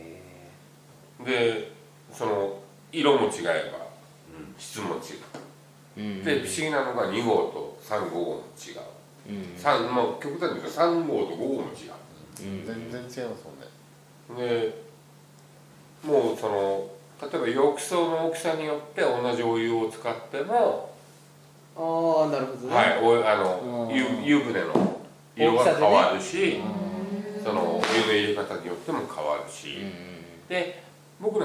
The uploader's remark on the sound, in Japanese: 観客3名をお迎えしてしゃべっております